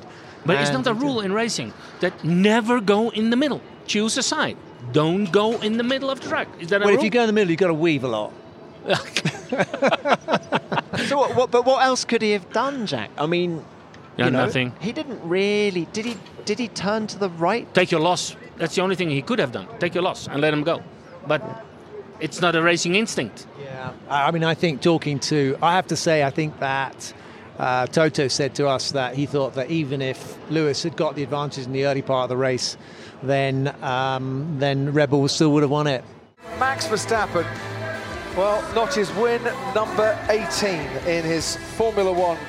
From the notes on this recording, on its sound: It’s an F1 Nation fiesta, recorded at the Autodromo Hermanos Rodriguez. Crash Red Bull’s post-race party.